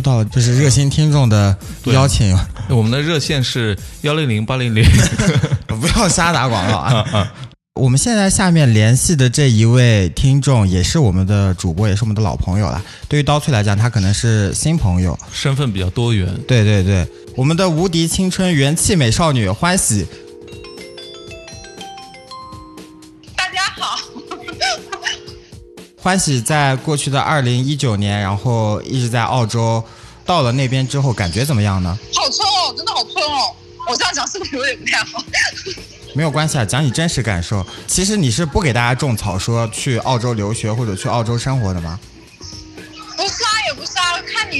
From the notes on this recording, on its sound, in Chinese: 电话连线第一期。